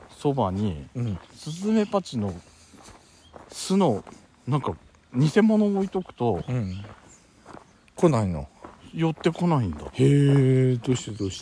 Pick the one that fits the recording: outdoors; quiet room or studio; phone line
outdoors